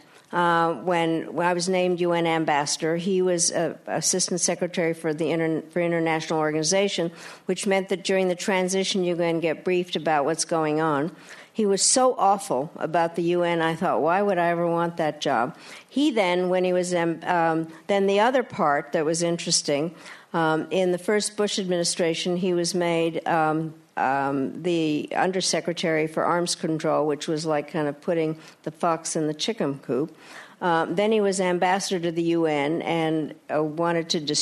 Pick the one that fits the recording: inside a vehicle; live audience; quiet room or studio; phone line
live audience